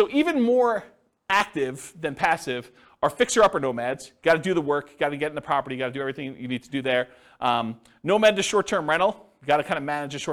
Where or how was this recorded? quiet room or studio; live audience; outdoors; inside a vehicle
live audience